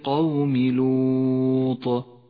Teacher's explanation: قف على حرف الطاء بالقلقلة لأنه سكن سكونا عارضا كما في كلمة لوط في قوله تعالى يجادلنا في قوم لوط